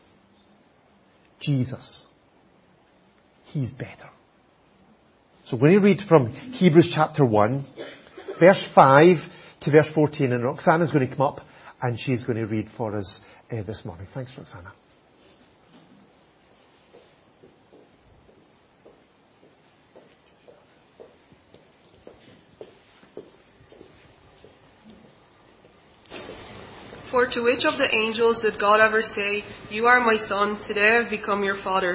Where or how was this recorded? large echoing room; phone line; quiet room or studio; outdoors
large echoing room